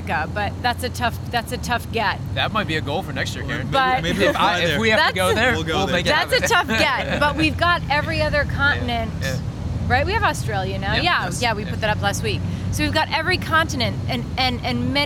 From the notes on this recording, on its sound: LIVE from the Ascend Conference in Washington DC